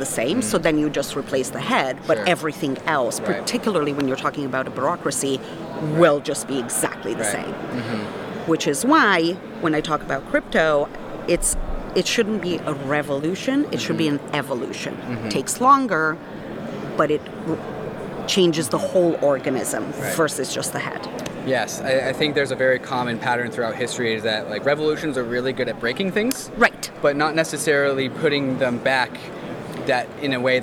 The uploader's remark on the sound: This episode takes place in the geographical heart of Layer Zero: the middle of DevConnect, the 2022 Amsterdam conference. With the backdrop of a lively conference center.